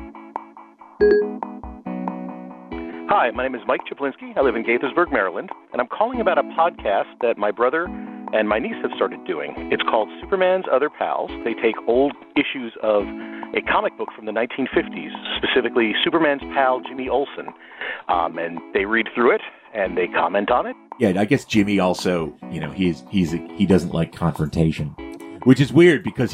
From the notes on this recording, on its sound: phone our rage into the For A Bad Time Call hotline